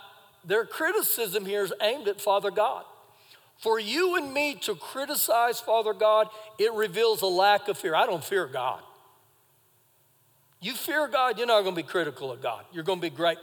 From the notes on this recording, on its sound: Recorded live during our Sunday morning service.